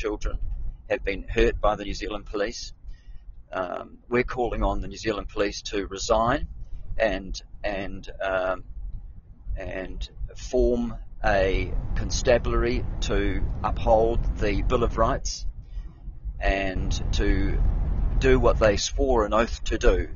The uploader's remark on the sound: I'm on the move driving